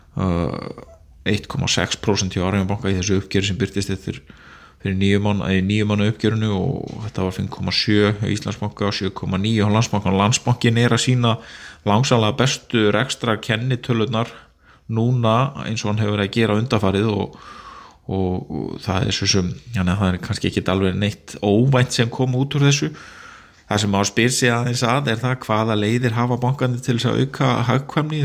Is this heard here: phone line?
no